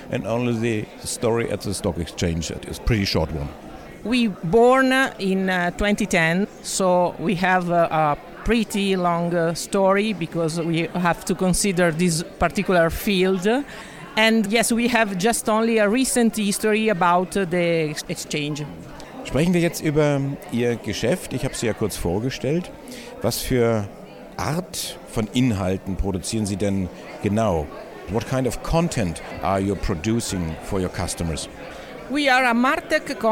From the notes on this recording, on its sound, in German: live aus Omaha von Berkshire HV